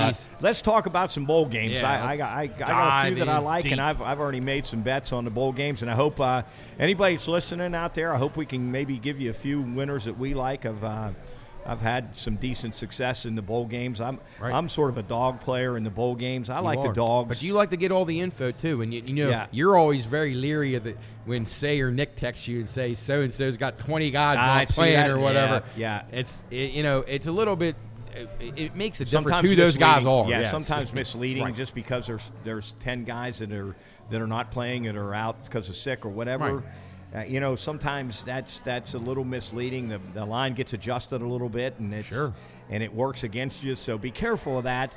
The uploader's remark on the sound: LIVE at Generations. LIVE on location.